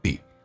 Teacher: Be 长元音可以说成短元音